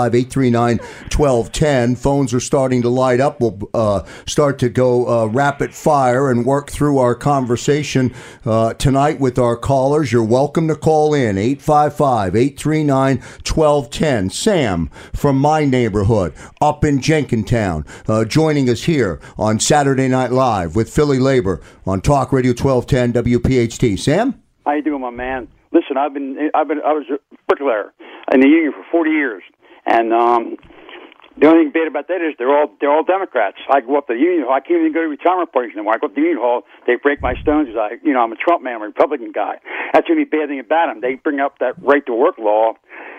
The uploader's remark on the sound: special listener call in hour